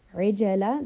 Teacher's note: there is a slight bouncing on the جيم